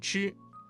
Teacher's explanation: 吃的发音位置是舌尖抵住或接近硬腭的后部 · Term: 翘舌音